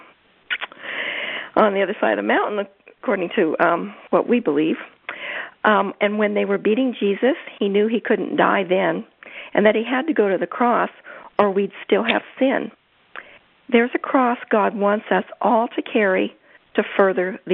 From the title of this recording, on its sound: CONFERENCE CALL